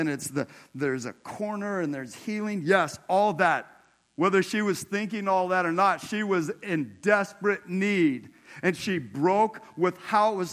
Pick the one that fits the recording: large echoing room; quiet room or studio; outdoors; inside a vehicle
large echoing room